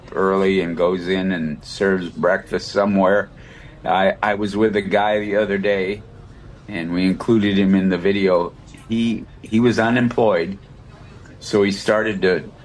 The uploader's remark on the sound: Live From Union Rescue Mission's Turkey Fry 2023 continued